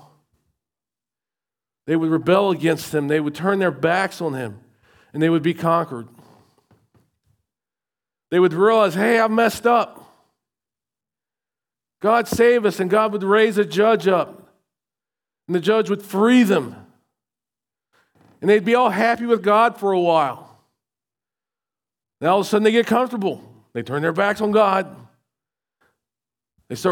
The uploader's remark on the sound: recorded at Shenandoah Valley Baptist Church on Oct 15, 2023